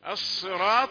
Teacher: أما عن الصاد والقاف فتفخيمهما في الدرجة الخامسة، يعني آخر درجة من درجات التفخيم، يعني قربت من الترقيق ولم تصل إلى الترقيق.